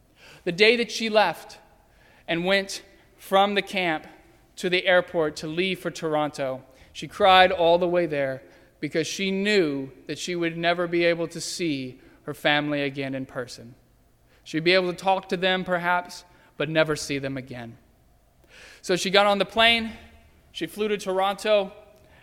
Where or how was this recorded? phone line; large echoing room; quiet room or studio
large echoing room